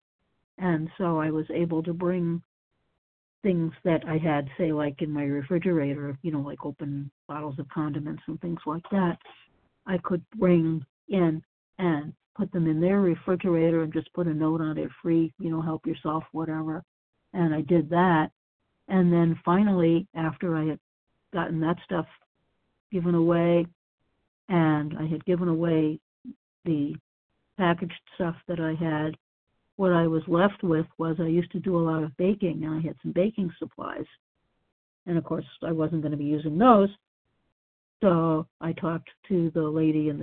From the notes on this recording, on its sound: from the 100 Pounders Phone Meeting